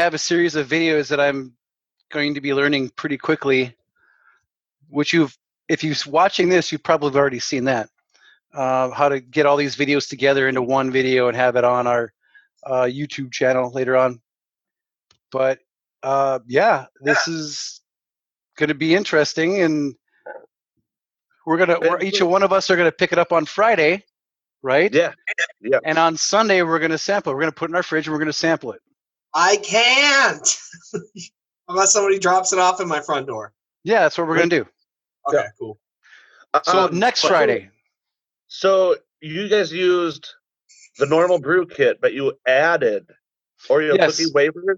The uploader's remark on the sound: Our first ever try with doing the podcast via Zoom Meeting, and it was kinda weird, but enjoyable!